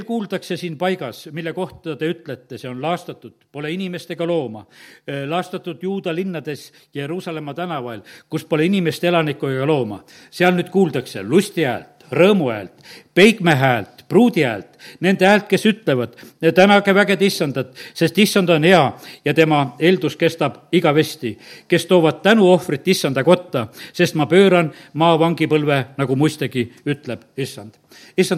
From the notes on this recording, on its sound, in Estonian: Audio salvestus koosolekult